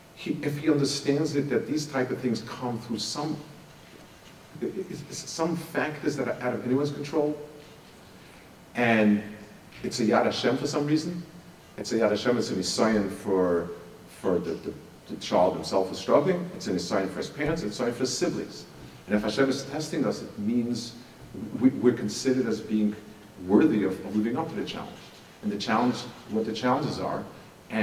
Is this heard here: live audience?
yes